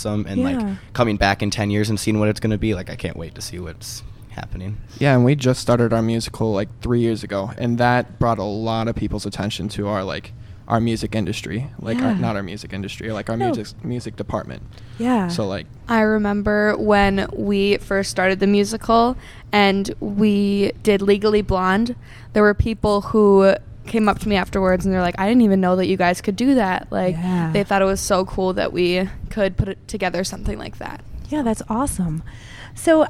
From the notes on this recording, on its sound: sat down with the group at the 2019 Port Washington Acapocalypse Festival